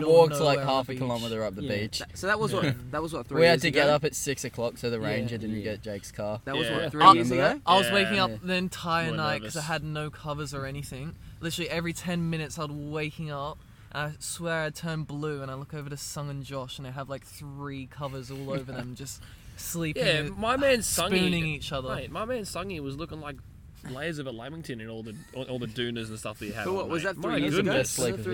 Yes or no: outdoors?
yes